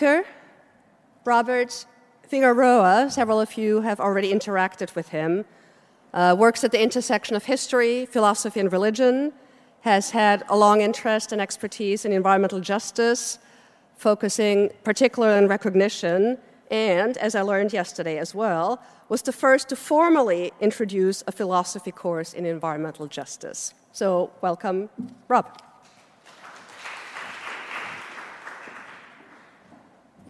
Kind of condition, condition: setting, live audience